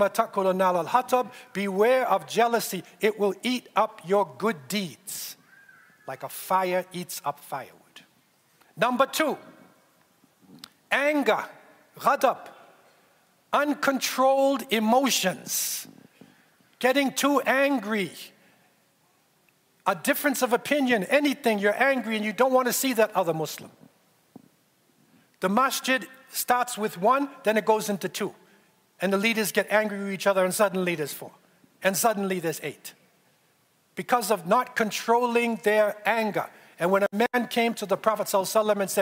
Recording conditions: large echoing room